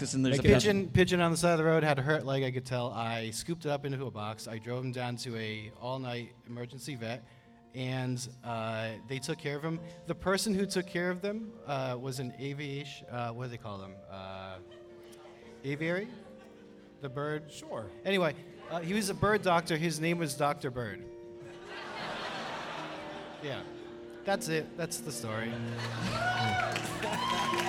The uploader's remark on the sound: This episode was recorded on November 15th at The Arts at The Armory in Somerville, MA during the 5th stop of the Fossio et Satio tour.